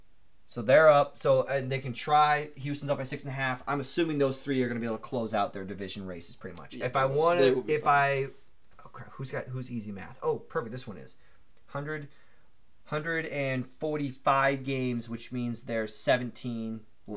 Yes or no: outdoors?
no